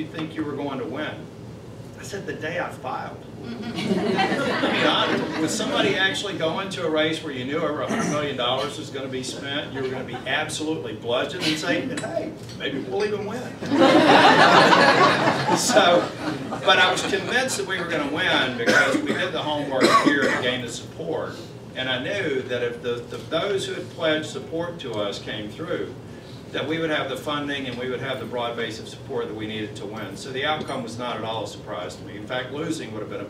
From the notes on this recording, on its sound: WASHINGTON, DC. Spoke to a breakfast meeting of The Ripon Society.